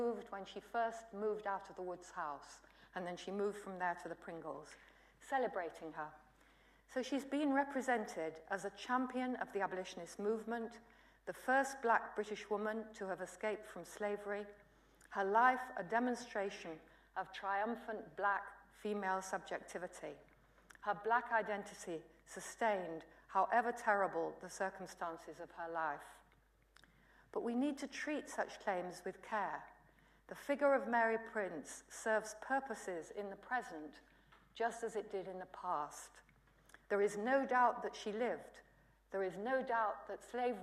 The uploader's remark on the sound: UCL Lunch Hour Lecture.